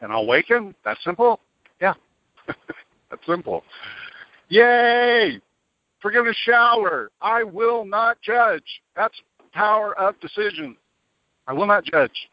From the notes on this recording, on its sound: ACIM Daily TEXT Conference Call.